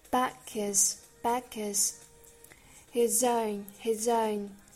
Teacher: 其实这里呢有点像 h 直接省掉了，我们通常也会说这是 h 的击穿，就直接不发 h 这个音